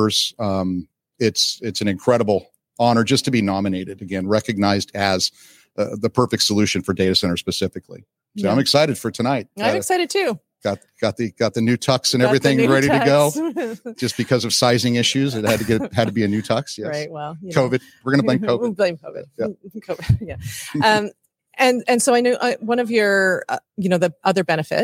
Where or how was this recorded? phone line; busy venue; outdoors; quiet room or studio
busy venue